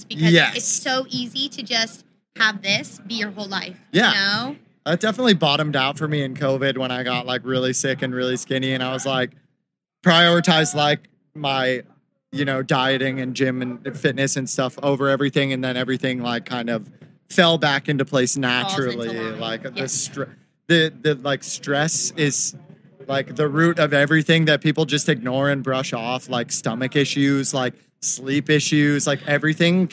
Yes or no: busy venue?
yes